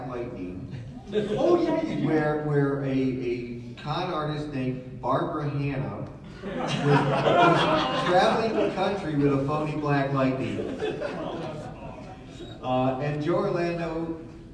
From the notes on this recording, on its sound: NM Comic Expo Panel. Panel from New Mexico Comic Expo.